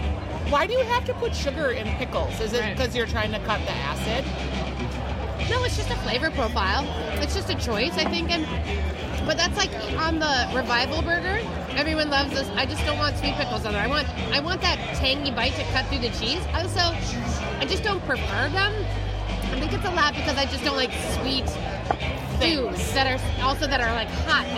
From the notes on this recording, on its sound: The ladies hang out at Surly Brewing and talk records